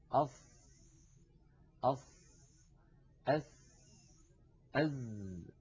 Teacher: الصاد والسين والزاي، هذه الأحرف الثلاثة عندما ننطقها نضع طرف لساننا يعني رأس اللسان عند الصفحة الداخلية للثنايا السفلى، للسنين الكبيرين اللذين في مقدمة الفم. · Term: أحرف الصفير